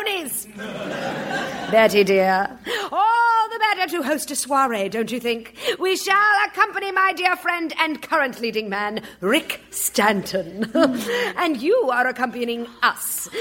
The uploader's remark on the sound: Recorded Live 1/10/2014 at Largo, Los Angeles.